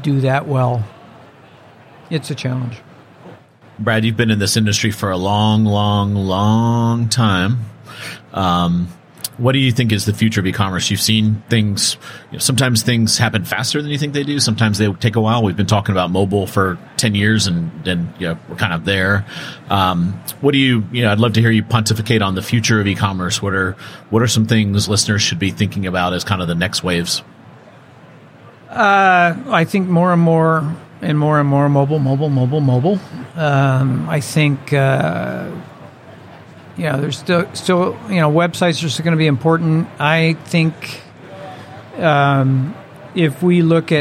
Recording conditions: busy venue